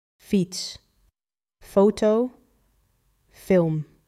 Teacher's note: F, voiceless, meaning the vocal cords don't vibrate. Air over the top teeth and lower lip, like English F.